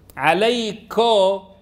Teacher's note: لم يتمها، وإنما شابها بشائبة فتح عليكو، فلا هي عليكو ولا هي عليك، كو صوت بين الفتحة والضمة